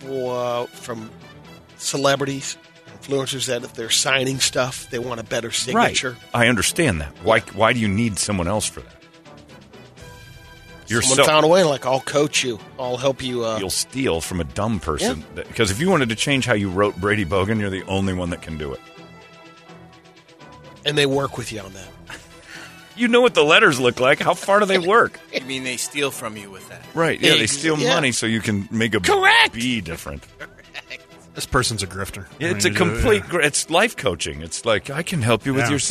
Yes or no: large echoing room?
no